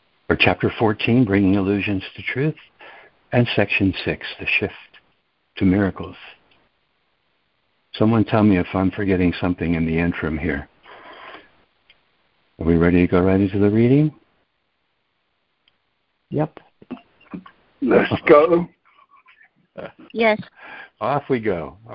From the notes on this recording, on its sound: ACIM Daily Conference Call